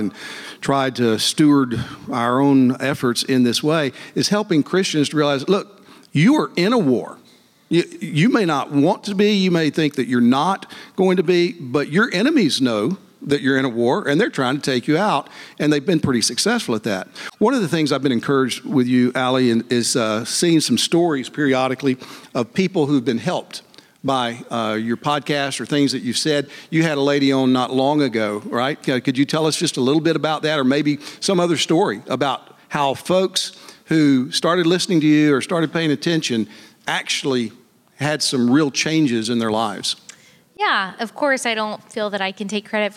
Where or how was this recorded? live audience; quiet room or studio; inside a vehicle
live audience